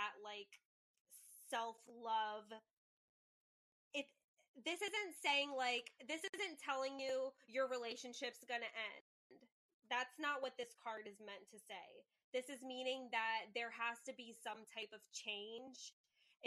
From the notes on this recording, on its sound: STICK WITH US, WE GET BETTER AND AUDIO GETS BETTER.